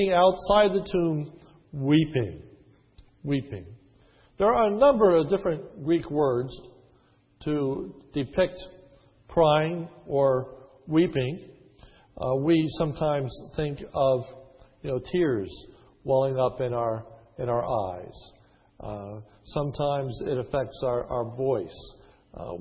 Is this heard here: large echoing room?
yes